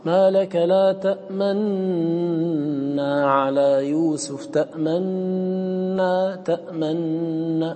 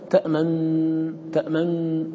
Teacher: فبين الوجه الأول هو الإشمام، حقيقة الإشمام أن تدغم النون الأولى في الثانية فتنطق بالتشديد، وقبل أن تستكمل تشديدك تشير إلى ضمة النون الأولى · Shown in: first take · لتبين أن النون هنا إدغامها على خلاف الأصل، إسكانها وإدغامها على خلاف الأصل، وإنما روعي في ذلك موافقة المصحف لأن المصاحف رسمتها بنون واحدة.